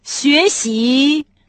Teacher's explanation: Оба компонента произносятся вторым тоном.